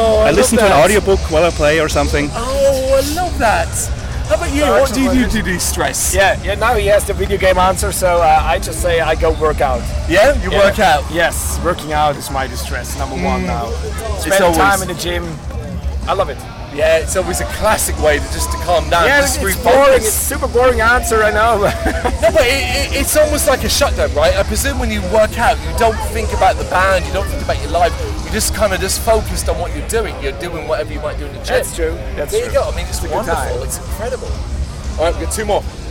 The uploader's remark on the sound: Bloodstock 2023 Interviews